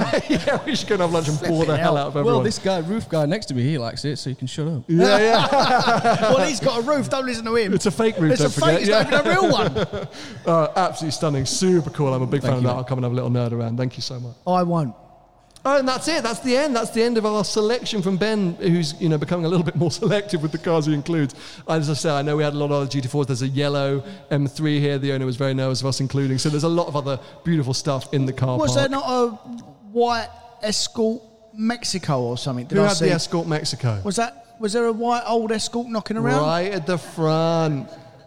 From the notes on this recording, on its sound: Audience Q&A